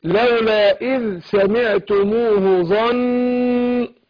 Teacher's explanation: أديها غنة حركتين، لأن النون والميم حرفان أغنان، الغنة مركبة في جسم النون والميم